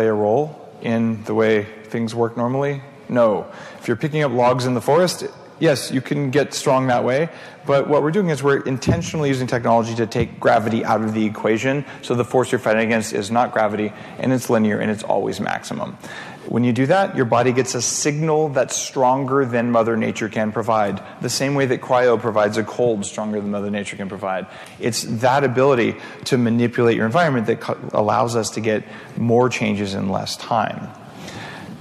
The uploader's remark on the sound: Sleep, Sex & Tech at the Bulletproof Conference. We take a look at a couple of conversations that took place during last year's Bulletproof Conference.